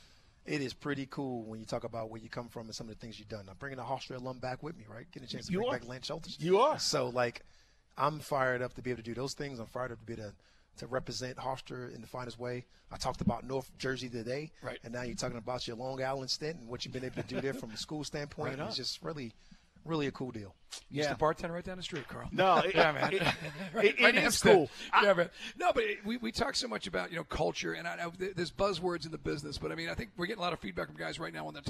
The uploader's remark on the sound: LIVE from Mercedes-Benz Stadium